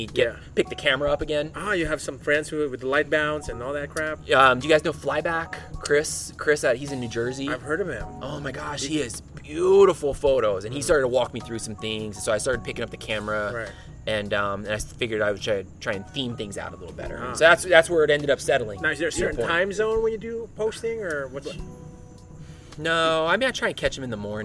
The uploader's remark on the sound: Outside of his SGV home. The nights light rippled off of his pool and the bottom of our glasses were always left wet.